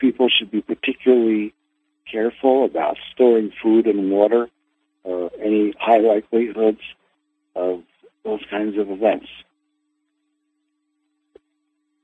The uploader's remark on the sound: Conference Call LIVE, August 8, 2022